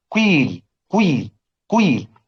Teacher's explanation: القاف المكسورة تشم رائحة الضم، وجزء الضم مقدم على جزء الكسر، يعني نقرأ بالضم الأول ثم ننتقل إلى الكسر سريعا، فنقول قيل قيل قويل. · Term: الإشمام